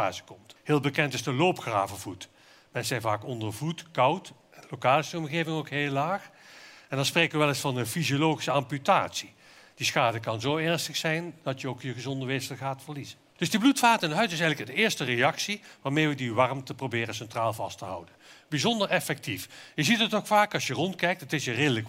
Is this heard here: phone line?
no